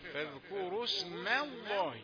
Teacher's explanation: ميم رقيقة قبل لفظ الجلالة، بيحصل لها تفخيم لمجاورتها لتفخيم لفظ الجلالة